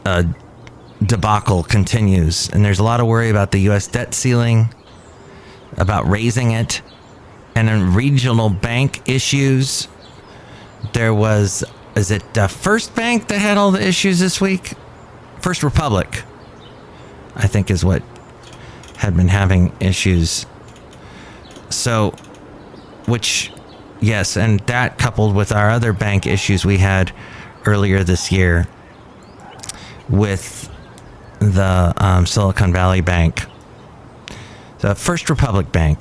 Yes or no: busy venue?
yes